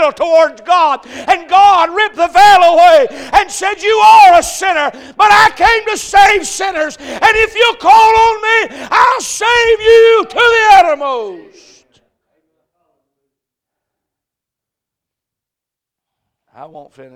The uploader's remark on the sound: A message preached at Crossroads Baptist Church